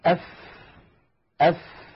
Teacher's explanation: نجد هواء يتدفق بكمية معينة مع حرف الفاء لأنها ساكنة · Term: الهمس